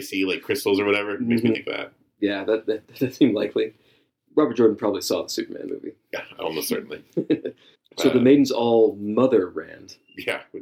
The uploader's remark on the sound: NOTE: The audio is extra bad this episode.